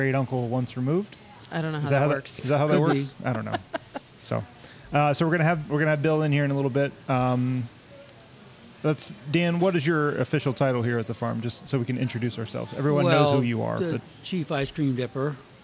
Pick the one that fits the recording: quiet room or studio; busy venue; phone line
busy venue